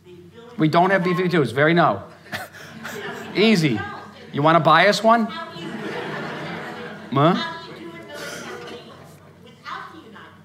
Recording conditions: live audience